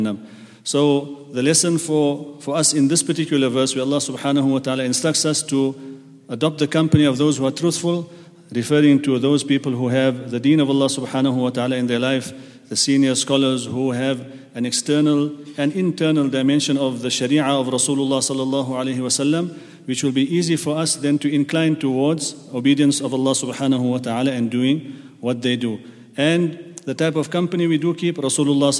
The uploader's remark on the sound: At the Houghton Masjid (West Street).